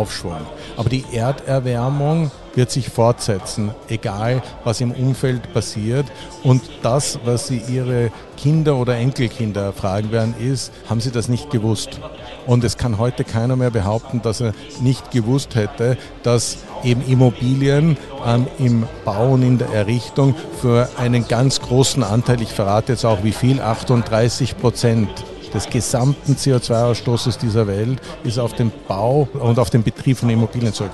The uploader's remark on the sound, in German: Live von der Gewinnmesse. Hier haben wir im 30-Minutentakt die Top-Manager der wichtigsten Unternehmen Österreichs getroffen und an Börsenradio Mikrofon geholt.